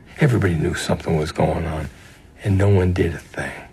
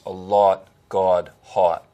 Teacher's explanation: a Boston accent that has one of the stereotypical markers, which is a lot, God, hot vowel